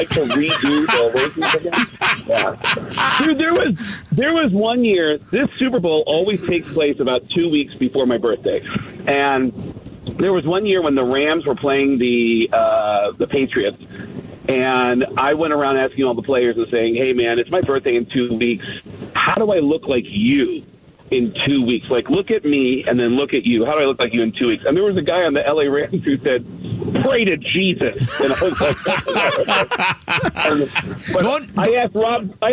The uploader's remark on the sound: reports live from the Super Bowl in Las Vegas